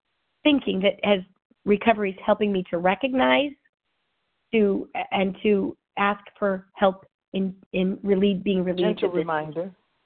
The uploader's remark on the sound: 100 Pounders Phone Meeting